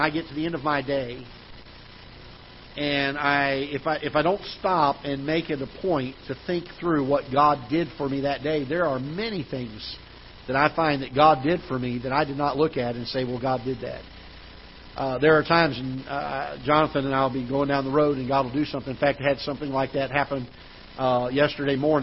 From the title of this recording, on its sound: Ketha Heights Baptist Church ~ Live Broadcast